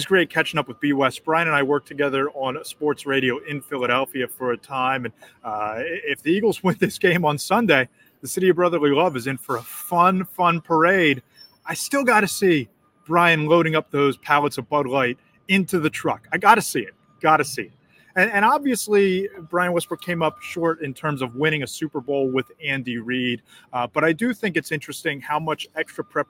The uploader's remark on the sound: Live from Arizona and radio row this week.